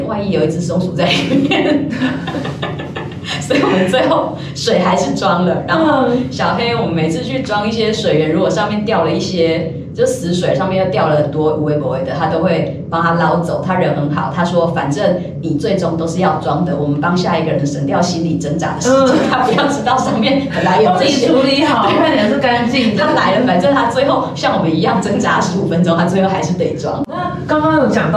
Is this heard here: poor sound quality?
yes